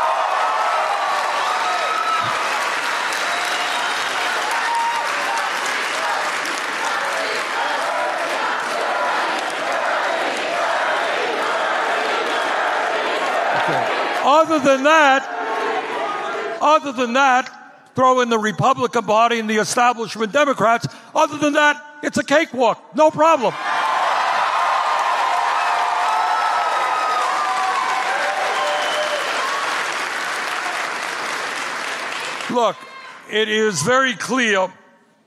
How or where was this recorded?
live audience